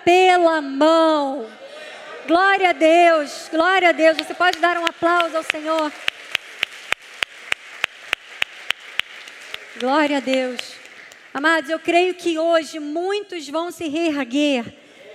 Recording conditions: large echoing room